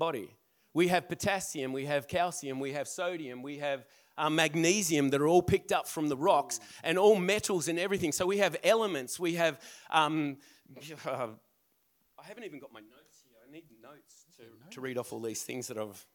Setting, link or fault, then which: setting, large echoing room